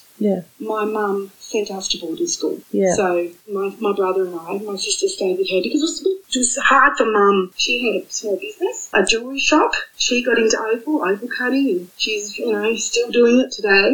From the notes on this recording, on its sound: We did have a few problems with sound.